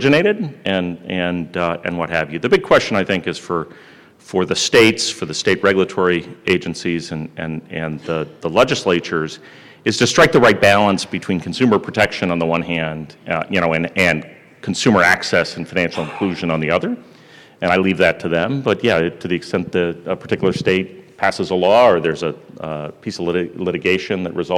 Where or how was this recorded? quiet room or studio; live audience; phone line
live audience